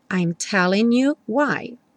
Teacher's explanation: o N do telling junta com you